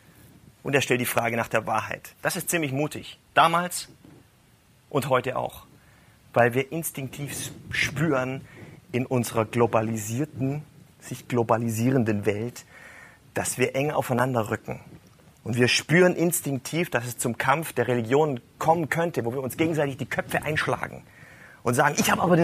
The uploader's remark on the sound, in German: live gehalten auf Kanzeln und Bühnen, in Kirchen, Kneipen und Locations in Hamburg und anderswo